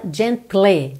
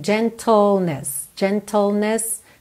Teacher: É tl, tl. É como se você fosse do T pro L direto, ok? L, língua lá no céu da boca. · Shown in: second take